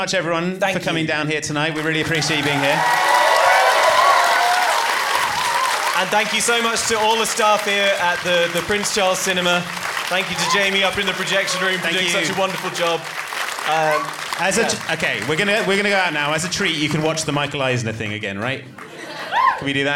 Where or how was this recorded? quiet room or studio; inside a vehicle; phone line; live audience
live audience